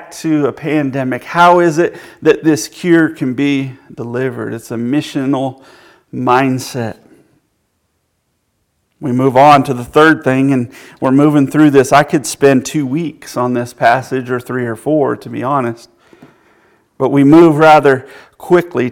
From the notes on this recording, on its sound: Join us from the pulpit of Beaver Baptist Church in Brighton, Tn.